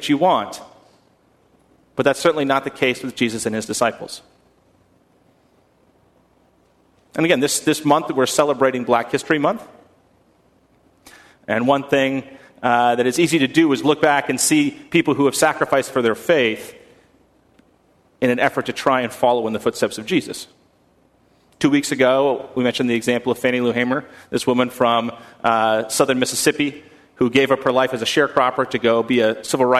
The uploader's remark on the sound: at First Congregational Church of Houston